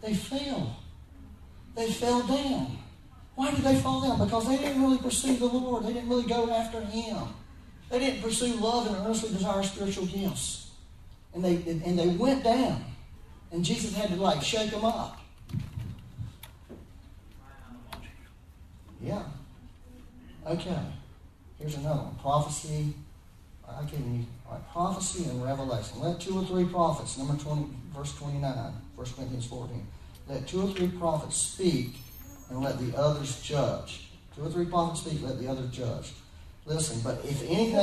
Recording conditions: poor sound quality